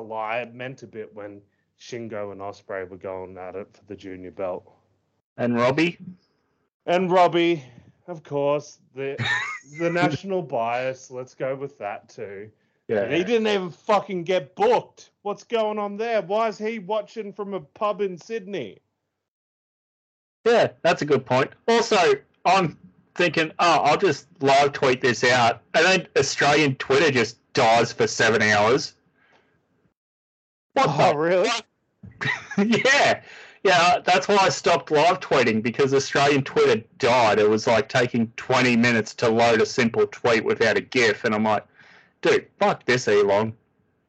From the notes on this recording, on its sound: Apologies for the horrible audio quality